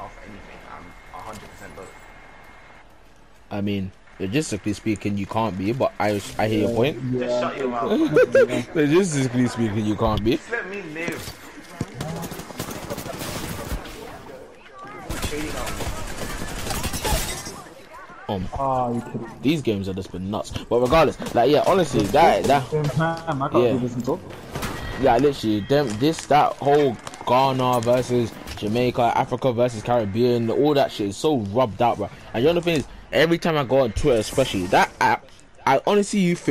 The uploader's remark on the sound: Sorry for the bad audio this week